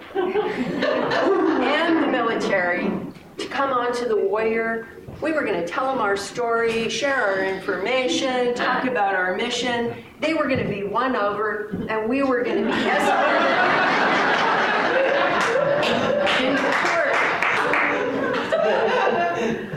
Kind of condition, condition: setting, live audience